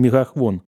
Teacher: широким «а» перед «о» и «г» фрикативный, и вместо «ф», «хв»